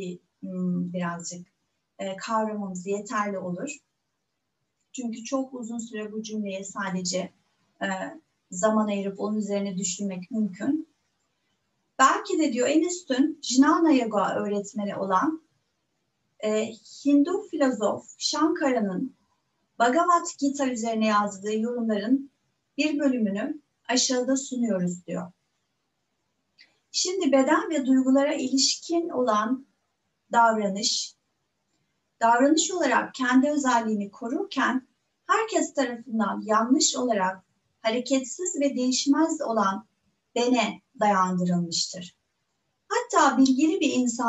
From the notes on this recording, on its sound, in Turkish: Bu kayıt online zoom atölyelerimden bir kesit içeriyor.